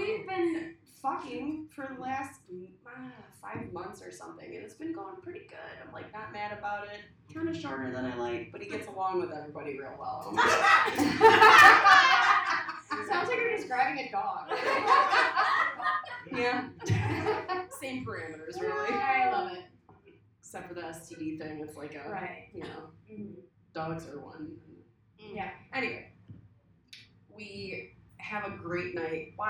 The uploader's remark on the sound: Live at The Independent Comedy Club